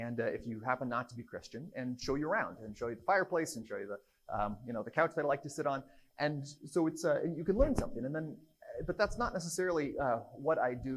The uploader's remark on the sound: This archive conversation was hosted on stage